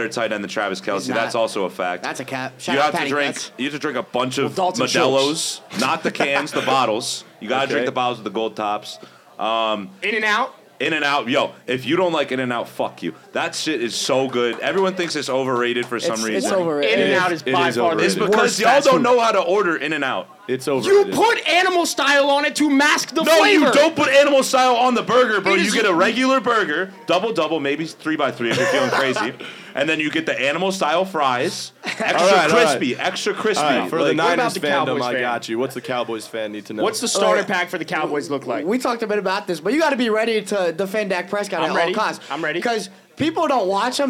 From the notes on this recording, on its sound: LIVE FROM OVERLOOK NYC. The Caps Off crew hit the bar in NYC for a live podcast.